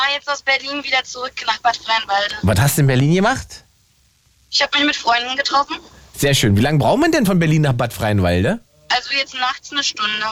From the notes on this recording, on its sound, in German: Ran ans Phone, denn heute lauscht das Radio den Hörer:innen, also euch.